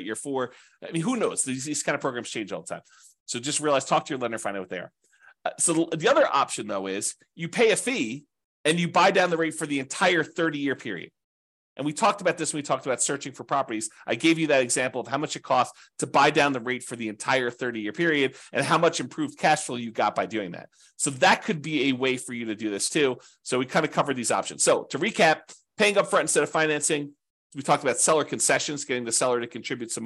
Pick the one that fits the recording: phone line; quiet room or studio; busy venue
quiet room or studio